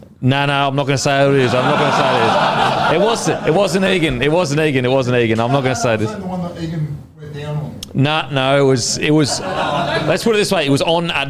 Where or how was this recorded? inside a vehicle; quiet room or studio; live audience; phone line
live audience